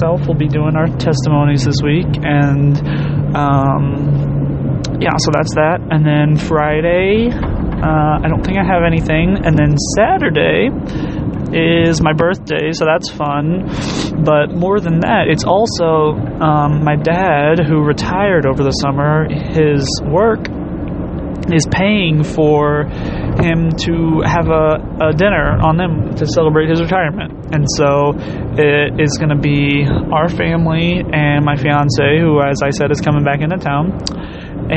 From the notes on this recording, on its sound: Thoughts from the car